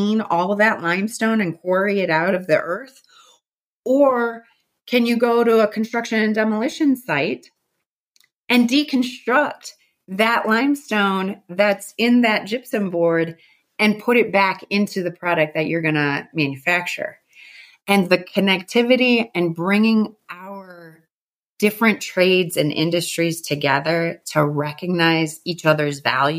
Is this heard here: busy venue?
no